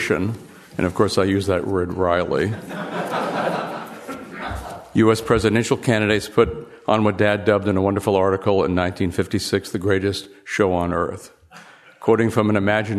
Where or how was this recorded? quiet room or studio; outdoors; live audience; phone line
live audience